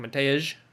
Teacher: I guess kind of the last S, he kind of like does the Z sound.